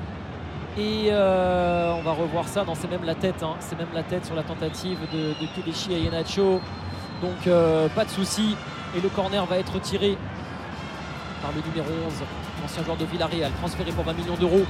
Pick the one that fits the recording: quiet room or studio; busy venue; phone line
busy venue